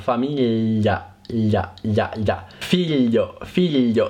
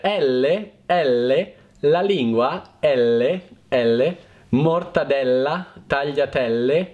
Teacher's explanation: Per esempio, dicendo gli, parla gli o gli in generale, gli, il suono gli, famiglia, maniglia, gli-a, in questa azione vedrete che nella vostra bocca la lingua poggia interamente sul palato e arriva vicino ai denti · Shown in: first take